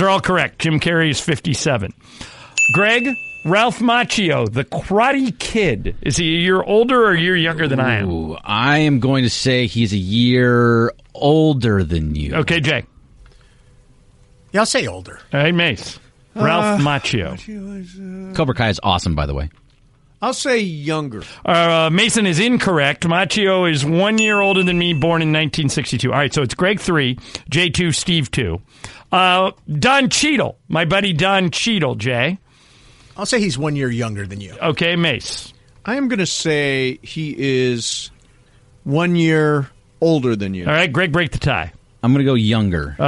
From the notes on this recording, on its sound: a few people call